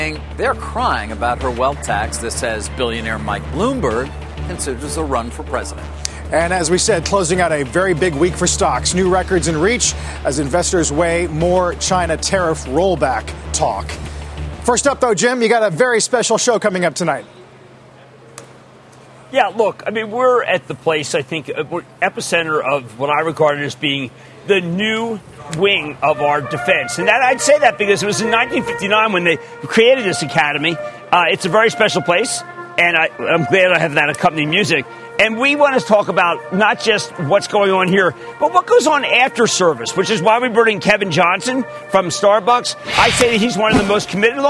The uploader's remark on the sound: live from the Air Force Academy in Colorado